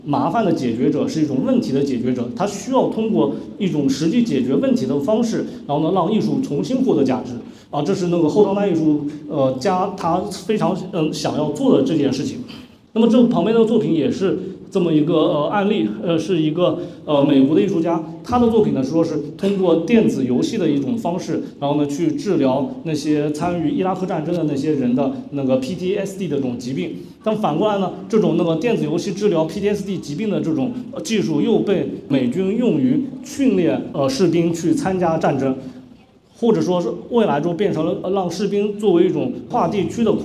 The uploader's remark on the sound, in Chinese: 现场实录